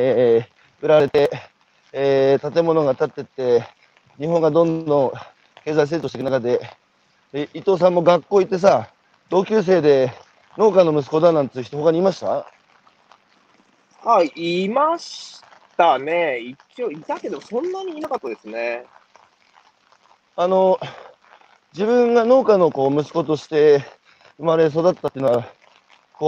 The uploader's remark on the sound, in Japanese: 歩きながら1時間、対談する